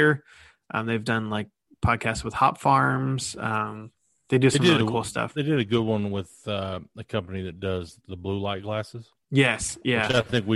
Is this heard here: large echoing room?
no